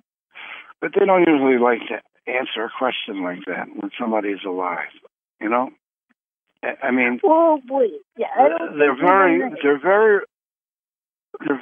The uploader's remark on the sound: Conference Call LIVE